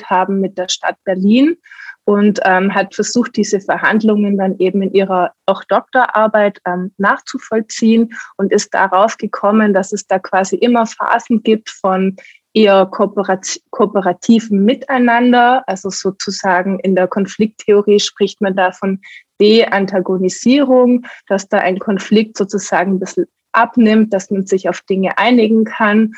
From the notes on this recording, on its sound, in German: Im Zoom-Webtalk